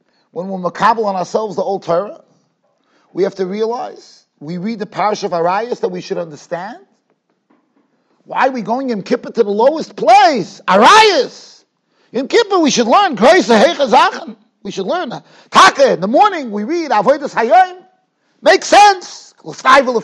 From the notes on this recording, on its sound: Shiur recorded in Yeshivas Ohr Reuven, Monsey NY.